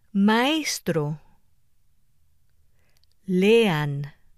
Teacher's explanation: Adjacent strong vowels, A, E, O, form separate syllables.